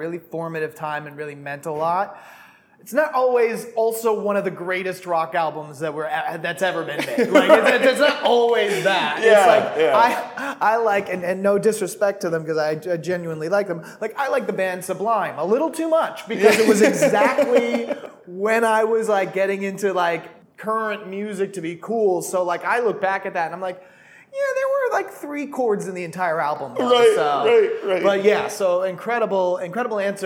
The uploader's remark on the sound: recorded on-site at the 2023 ANA Brand Masters Conference in Bonita Springs, Florida